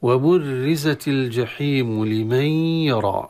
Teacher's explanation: وبرزت الراء المشددة المكسورة ترقق، وينبغي أن نراعي الترقيق ونراعي عدم التكرير في الراء. عدم التكرير العملي في الراء لا يصح في الراءات المشددة، ولكن كذلك نراعي الترقيق في الراء المكسورة المشددة.